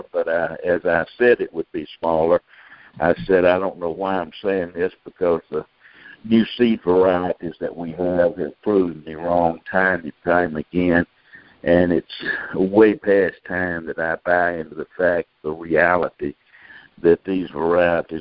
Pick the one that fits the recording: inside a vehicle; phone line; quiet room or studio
phone line